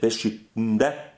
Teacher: So you can swallow the T's almost.